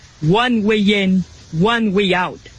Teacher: 他那个鼻音没有结束，他其实还在震动